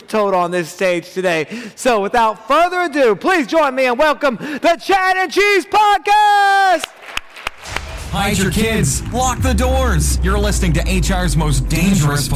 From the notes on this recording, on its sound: LIVE at iCIMS Inspire. The LIVE onstage energy is back with this performance.